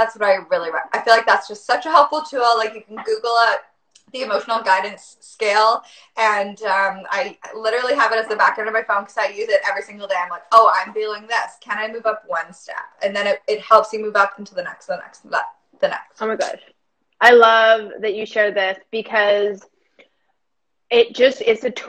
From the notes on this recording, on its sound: a replay from an IG live